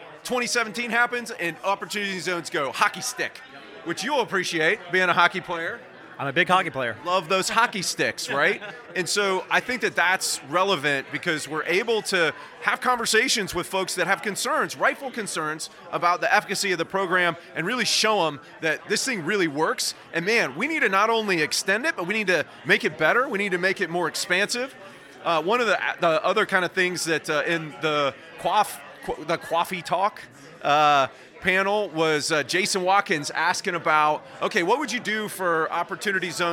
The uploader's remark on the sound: 150 of the top Opportunity Zone professionals and investors gathered in Washington DC for the Novogradac 2023 Fall Opportunity Zones Summit. Live on-site.